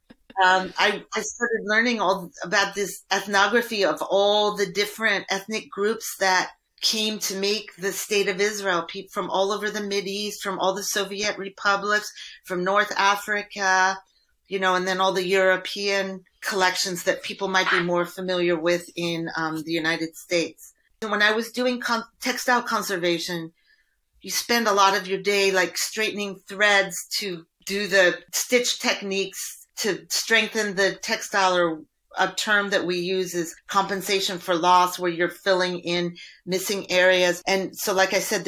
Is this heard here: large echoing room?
no